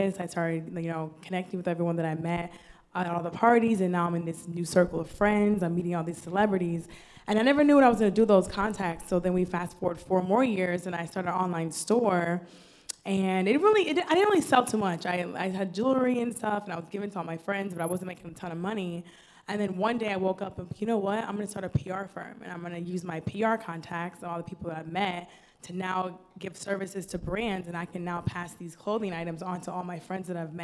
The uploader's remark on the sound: Live Panel